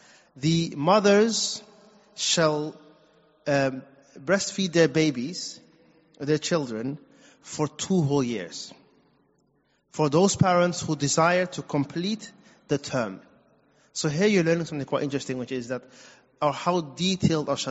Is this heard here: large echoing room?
yes